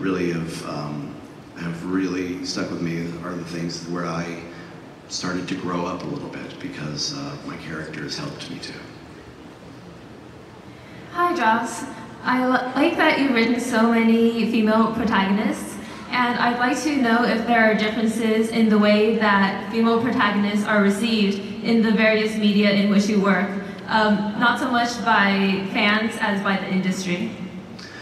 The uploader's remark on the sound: panel from Comic Con 2012